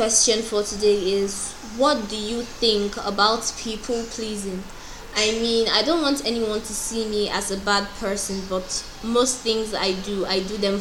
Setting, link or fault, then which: fault, sounds in the background